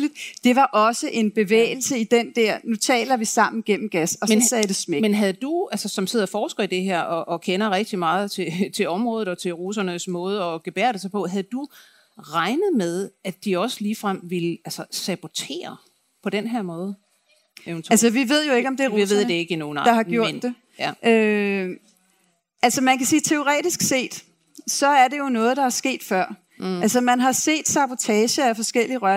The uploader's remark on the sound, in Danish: Programmet er optaget live på Folkemødet den 17.